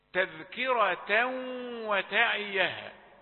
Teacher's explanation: هذا تنوين أدغم في الواو وفيه الغنة